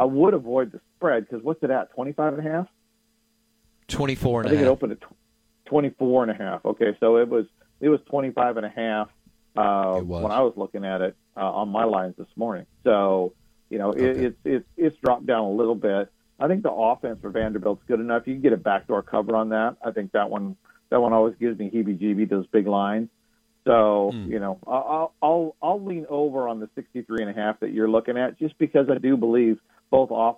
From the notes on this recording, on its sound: Of Paramount Sports joins the show on the Farm Bureau guest line talking about the best bets for the weekend live in the BankPlus Studio.